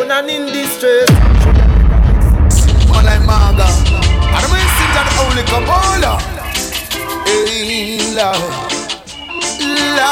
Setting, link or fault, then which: setting, busy venue